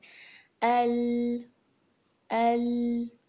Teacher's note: آگے زبان کا حصہ جا کے دانتوں کے مسوڑوں پر لگ رہا ہے